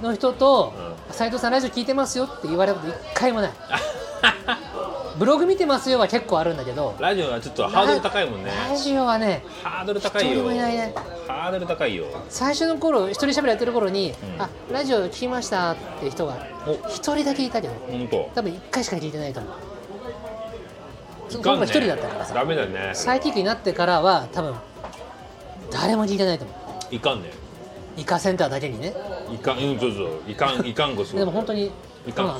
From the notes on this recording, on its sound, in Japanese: 今回もイカセンターからロケ収録。